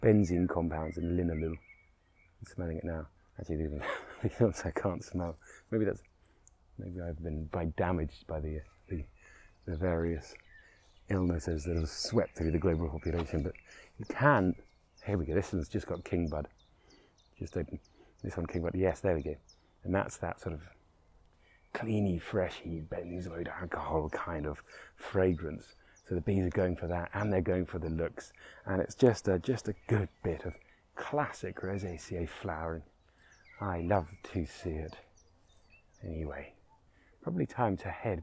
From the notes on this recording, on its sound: Roving Episode. Special on location recording that starts deep in the beach woods and bursts into the orchard.